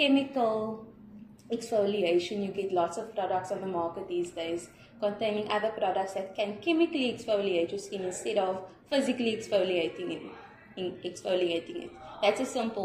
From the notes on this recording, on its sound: We are at the South African society of aquatic scientists conference in the Western Cape South Africa